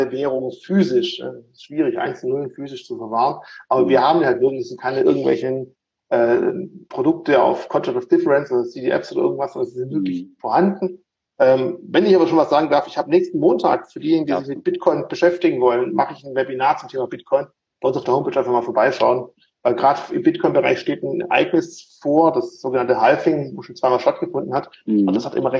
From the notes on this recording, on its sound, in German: Diese Podcastfolge war eine Instagram Live-Session